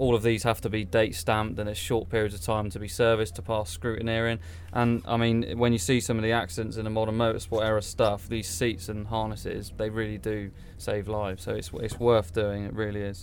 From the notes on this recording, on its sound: Castle Combe Track day special. On this week's podcast we take a slightly different format as we go out 'live' from the JEC track day at Castle Combe.